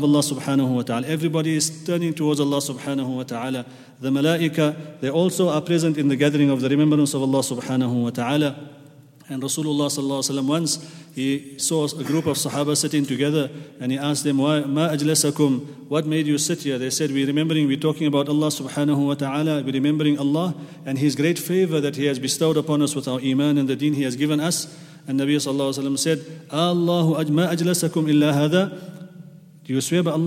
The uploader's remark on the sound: at the Houghton Masjid (West Street)